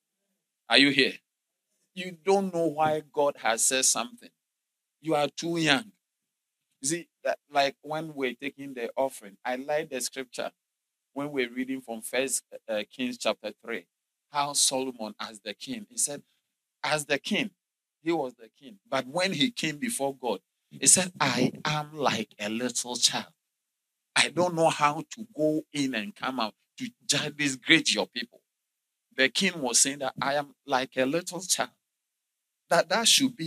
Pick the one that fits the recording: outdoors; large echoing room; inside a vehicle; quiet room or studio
large echoing room